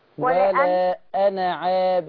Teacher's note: اوعي تنطقي ألف أنا